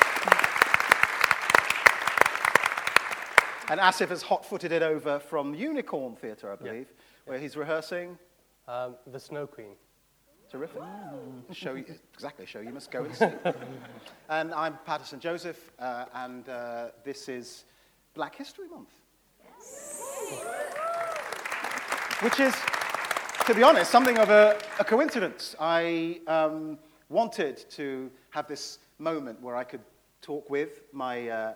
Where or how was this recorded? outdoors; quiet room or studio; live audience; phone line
live audience